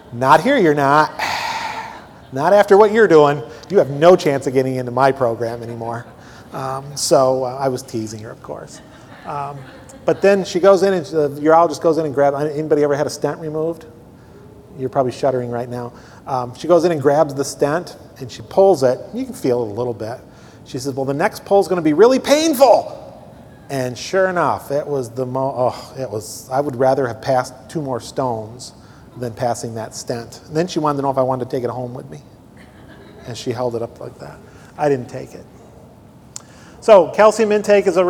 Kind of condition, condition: setting, large echoing room